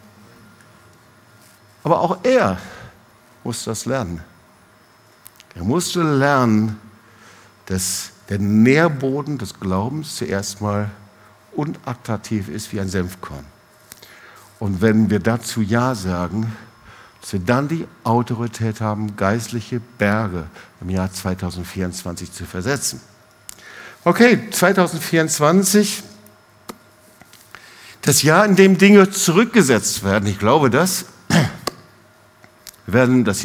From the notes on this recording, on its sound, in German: Predigt im Awakening Fire Gottesdienst